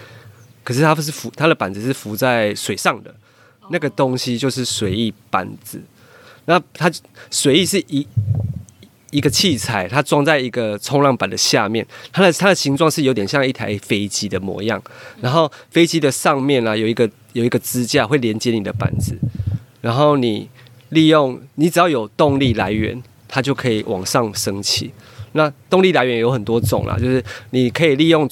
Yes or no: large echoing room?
no